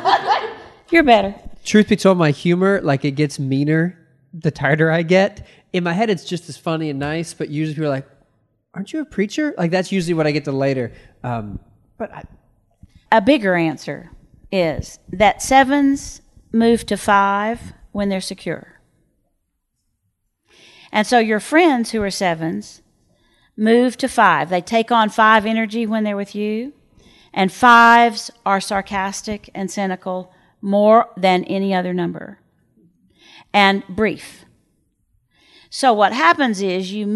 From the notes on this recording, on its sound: A live audience! This podcast was recorded at The Micah Center in Dallas in front of a small audience.